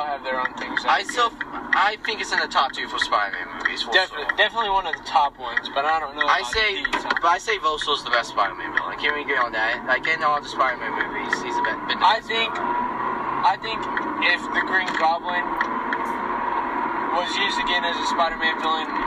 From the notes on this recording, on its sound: This is the first ever recorded episode of Konvos. The audio quality is awful.